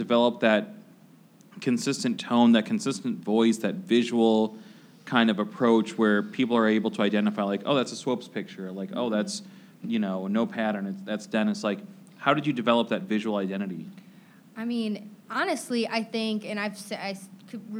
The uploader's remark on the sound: In a live panel recorded at the offices of experiential marketing agency Mosaic in Chicago's Fulton Market neighborhood.